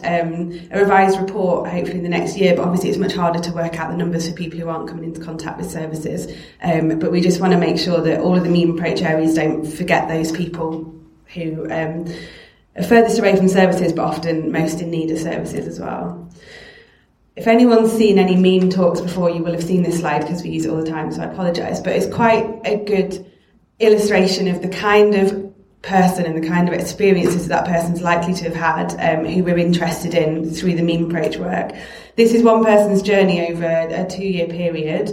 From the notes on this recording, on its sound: Recorded at the 'Help Through Crisis Event', organised by Hull and East Riding CAB, April 2018.